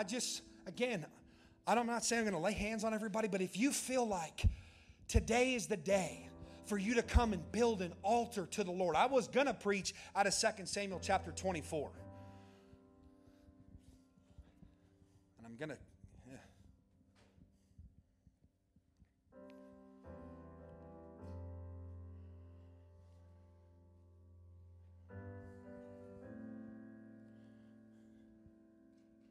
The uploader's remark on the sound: during the 3rd session of the Permission To Burn Conference in Orange Beach, AL.